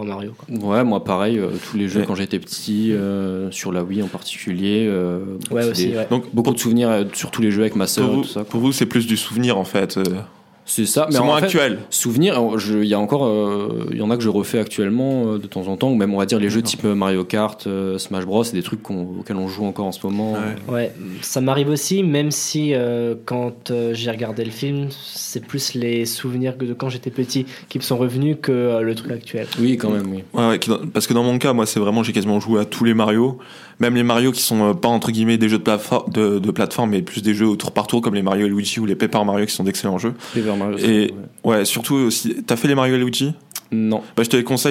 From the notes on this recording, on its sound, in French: Émission diffusée en direct sur Radio Quetsch depuis le campus Fonderie (Mulhouse)